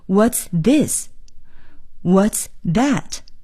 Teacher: 以 what 开头的句子呢用的是降调